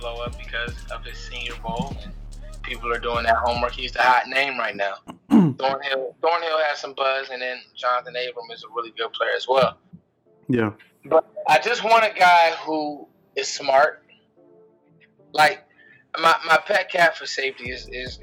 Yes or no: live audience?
no